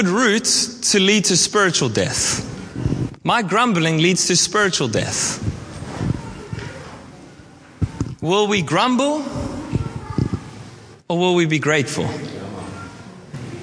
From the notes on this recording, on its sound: at our All In Service on 29/10/23